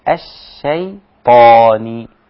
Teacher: رقق الشين وفخم الطاء